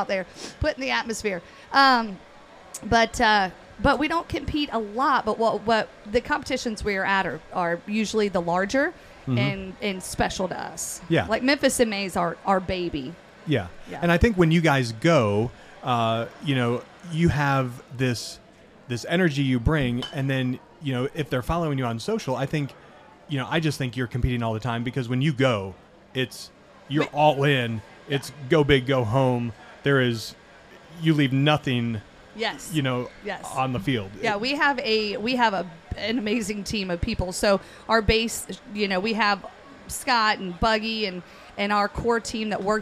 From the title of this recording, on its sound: Live at The Jack